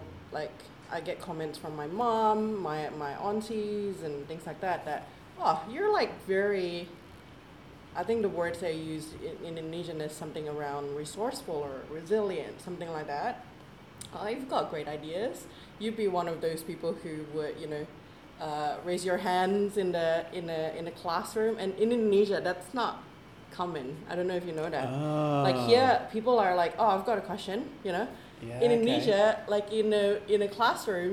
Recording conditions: background noise